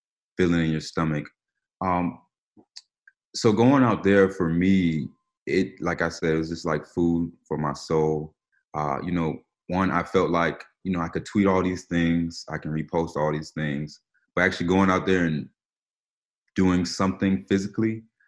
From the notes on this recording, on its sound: hold a virtual press conference